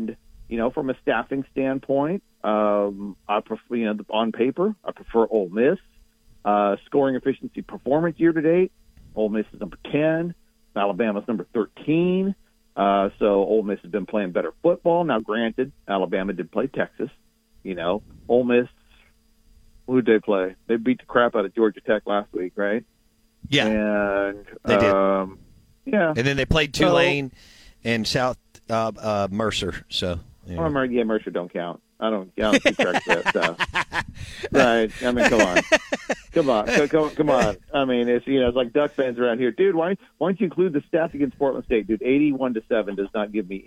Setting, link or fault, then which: link, phone line